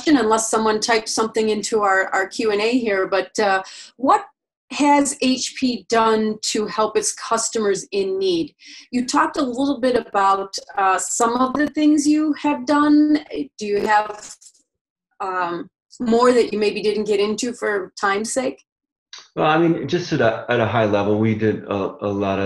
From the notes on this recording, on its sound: Online discussion and Q&amp;A for members in the Americas region. Americas Town Hall Features Great Q&A.